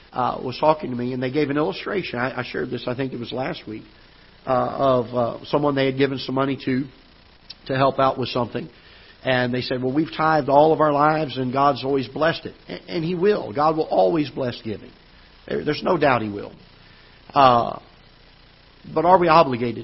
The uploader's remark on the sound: Ketha Heights Baptist Church ~ Live Broadcast